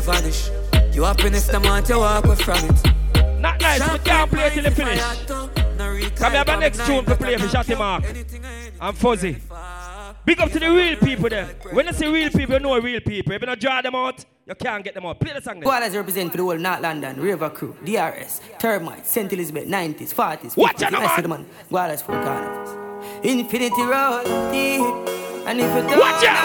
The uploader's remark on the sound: LIVE AT TIPSY THURSDAYS 9TH JUNE 2022